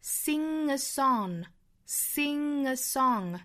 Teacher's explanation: 这是后鼻音和元音的连读